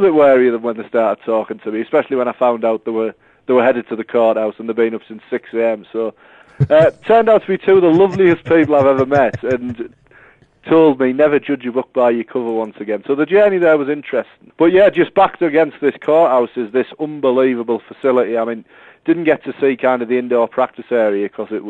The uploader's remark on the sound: joins us on the phone from Denver